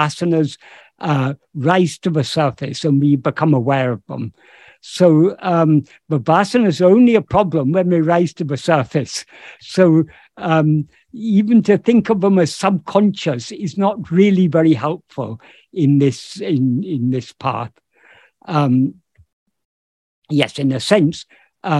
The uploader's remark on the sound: In a Zoom meeting of the ‘Ramana Maharshi Foundation UK’ on 20th August 2022. This second portion of the meeting is posted here as this episode.